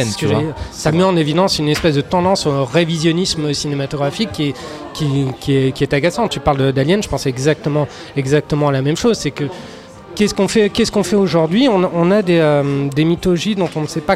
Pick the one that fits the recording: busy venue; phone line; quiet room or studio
busy venue